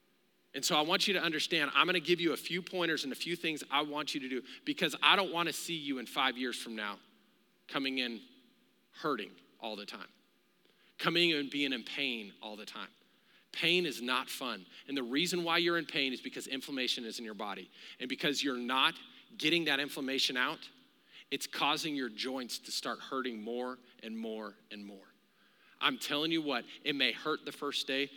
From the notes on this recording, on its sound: Recorded live during our Wednesday night service